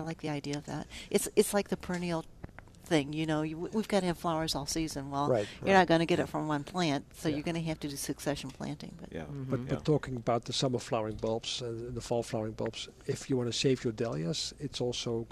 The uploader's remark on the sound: live from Prairie Gardens